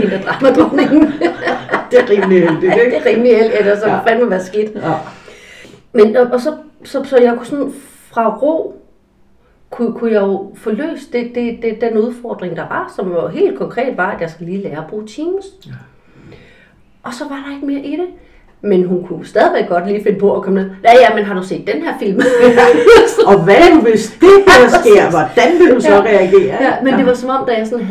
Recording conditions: poor sound quality